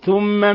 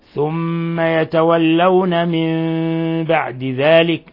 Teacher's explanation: من مشددة تغني مقدار حركتين